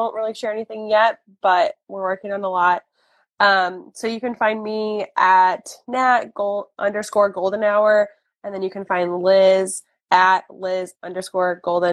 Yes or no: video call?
yes